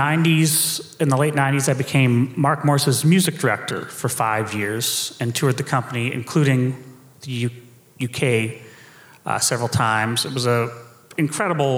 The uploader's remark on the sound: We held a Q&A session after the first performance of Mark Morris Dance Group’s Pepperland. Listen to this fantastic post-show event.